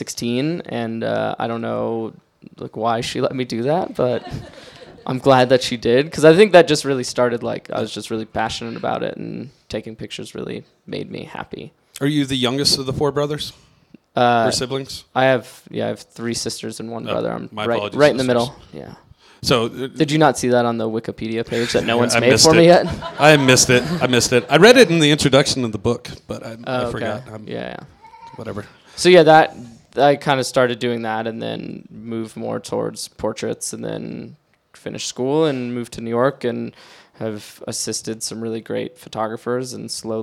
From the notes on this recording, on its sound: Live at Tattered Cover. Live from Denver's Tattered Cover bookstore. Release party and Q&A.